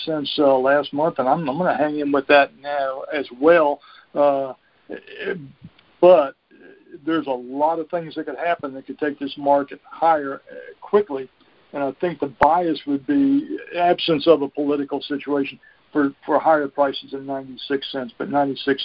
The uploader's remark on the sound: Monthly Conference Call